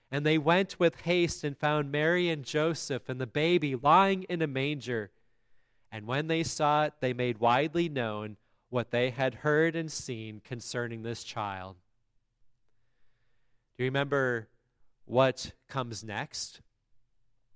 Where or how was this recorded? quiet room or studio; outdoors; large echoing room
large echoing room